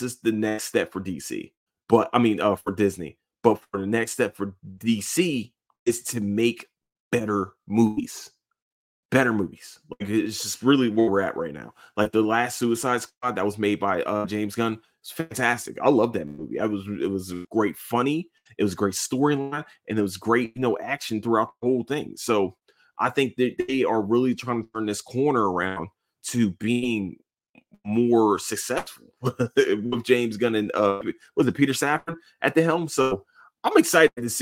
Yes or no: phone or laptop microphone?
no